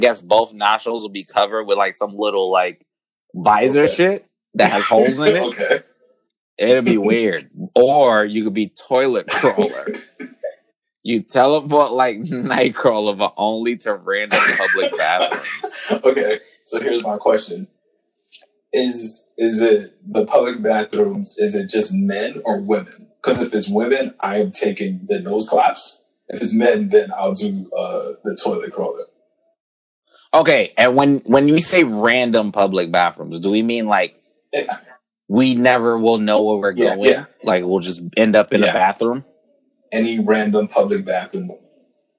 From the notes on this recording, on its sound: COVID-19 was chewing away at the mic so excuse the sound quality.